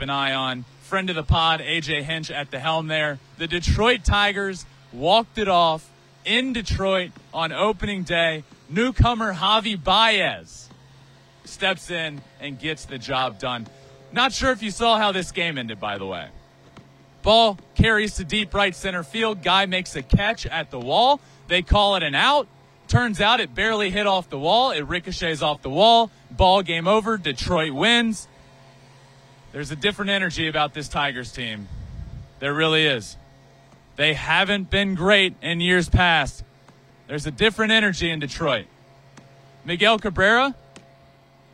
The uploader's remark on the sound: LIVE REACTION FROM ANGELS STADIUM. LIVE from Angels Stadium in Anaheim.